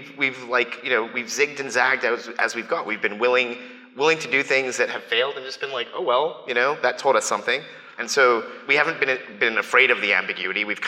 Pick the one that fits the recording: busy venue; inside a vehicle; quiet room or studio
busy venue